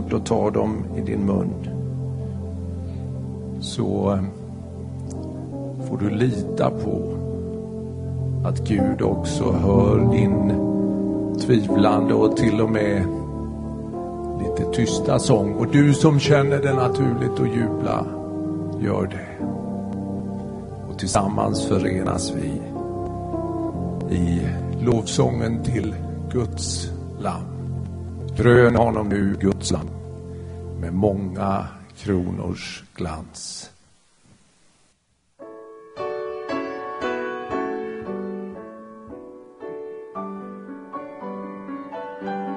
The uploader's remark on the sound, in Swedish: Inspelad i Smyrnakyrkan, Göteborg 2011-04-23.